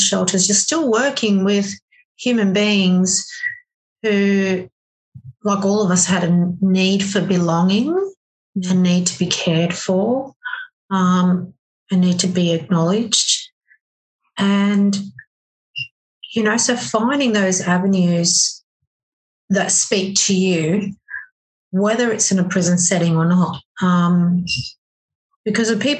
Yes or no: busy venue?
no